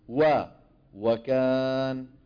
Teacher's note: عدم ضم الشفتين ضما تاما عند نطقها نحو وكان